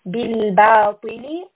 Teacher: لام is a letter of توسط and طا is a heavy sound